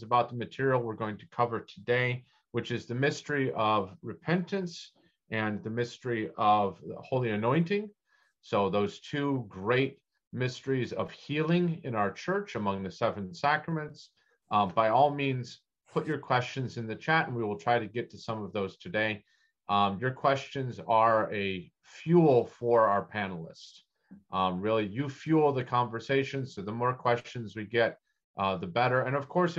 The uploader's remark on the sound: This is a recording of the seventh webinar in the Becoming Byzantine series.